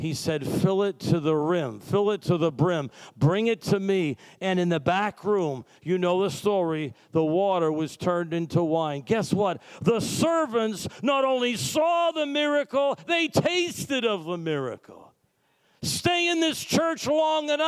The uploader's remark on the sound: Sunday Service Recording.